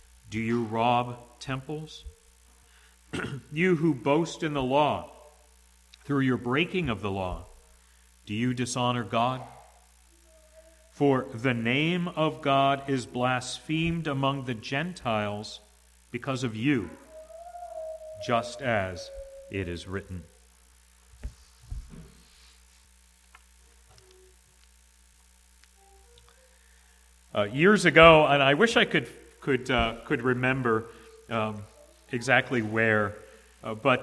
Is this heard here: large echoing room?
yes